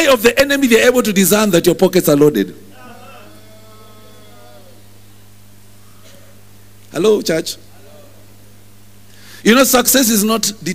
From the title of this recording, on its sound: Preached at New Breed Chapel Intl.